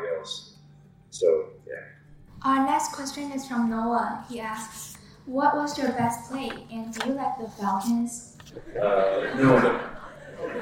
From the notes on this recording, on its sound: Joins our live show recording with a packed auditorium.